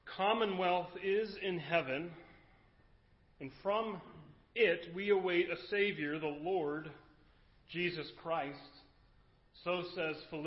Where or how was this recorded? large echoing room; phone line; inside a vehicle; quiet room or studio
large echoing room